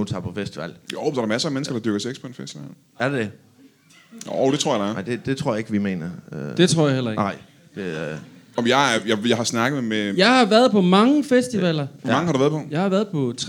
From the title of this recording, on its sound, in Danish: LIVE fra Mojos Blues Bar